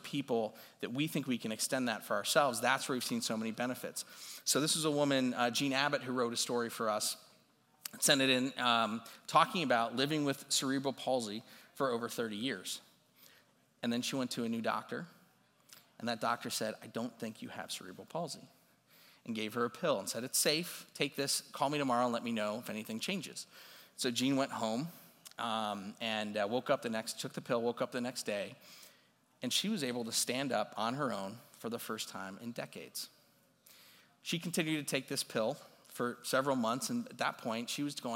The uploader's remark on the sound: this recording is from his talk at CMX Summit